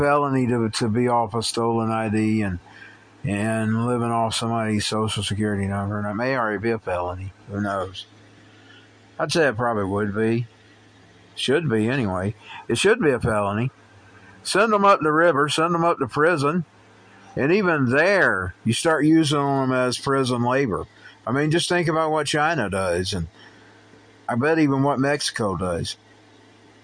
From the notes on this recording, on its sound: recorded on the phone